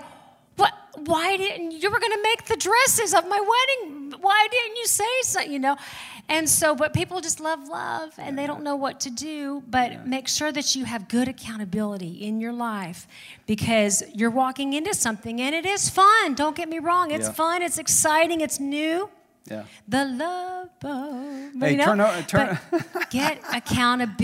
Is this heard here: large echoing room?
yes